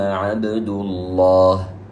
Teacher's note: عبد ضمة وبعدها جاء لفظ الجلالة الله، فإننا نفخم اللام الواقع في لفظ الجلالة